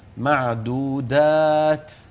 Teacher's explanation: اهمس التاء معدودات في هواء متدفق بعد التاء · Term: همسة التاء